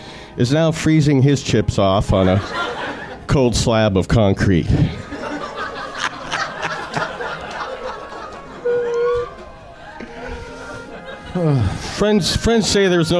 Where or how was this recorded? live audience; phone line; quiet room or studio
live audience